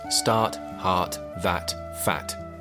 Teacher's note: You see, it's like, you mean, you know, the T is there, but it's kind of more aspirated, so it's more that. You're just about to pronounce the T, but it kind of just drops off into air.